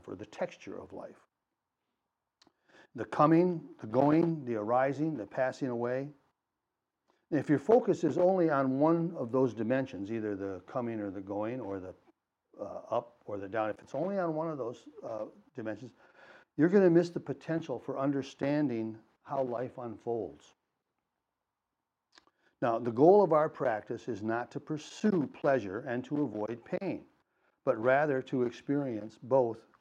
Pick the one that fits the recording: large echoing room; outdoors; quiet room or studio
large echoing room